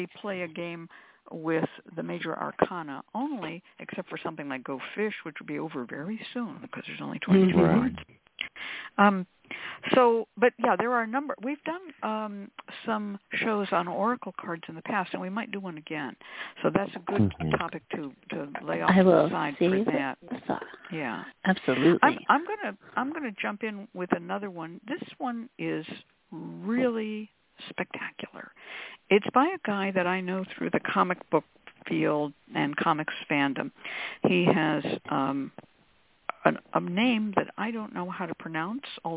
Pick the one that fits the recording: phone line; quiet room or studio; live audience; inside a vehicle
phone line